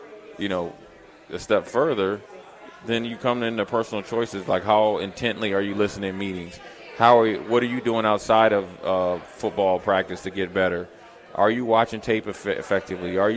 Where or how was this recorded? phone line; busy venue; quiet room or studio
busy venue